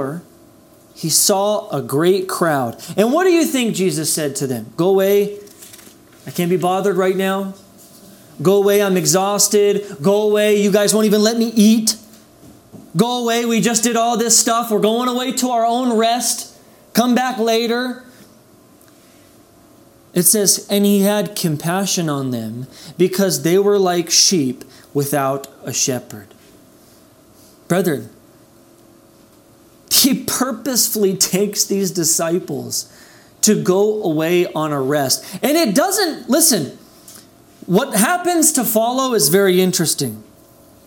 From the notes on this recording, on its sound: This message was delivered on April 11th, 2021 at Redeemer Community Church.